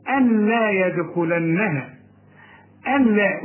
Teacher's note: زي إيه؟ أم لا، نون ساكنة وبعدها لام مفيش غنة فيها، تقول إيه؟ أن لا يدخلنها، أن لا، وكأن النون غير موجودة. · Term: إدغام كامل بدون غنة